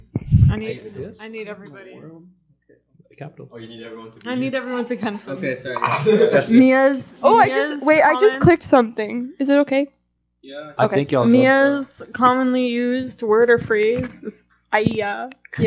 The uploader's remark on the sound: Apologies for the audio! A lot of movement and microphone sharing was happening.